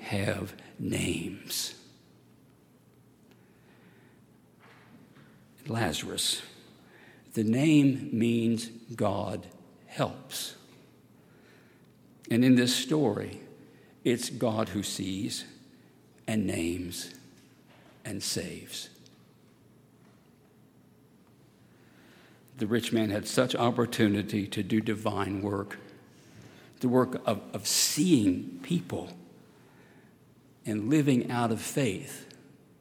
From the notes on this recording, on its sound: at Highland Baptist Church